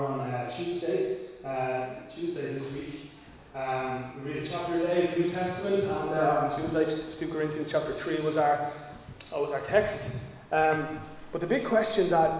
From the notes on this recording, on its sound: Recorded live in Liberty Church on 8 May 2022